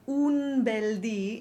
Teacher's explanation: we absolutely have to avoid the shadow vowels that a normal N tends to make.